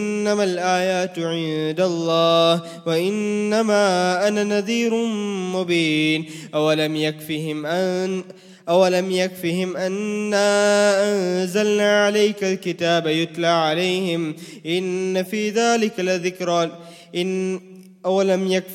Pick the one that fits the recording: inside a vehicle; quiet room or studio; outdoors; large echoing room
large echoing room